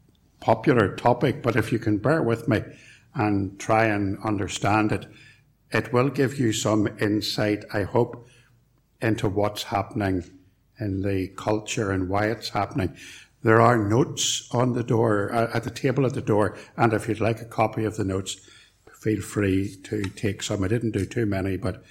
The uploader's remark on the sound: Recorded at Templepatrick Reformed Church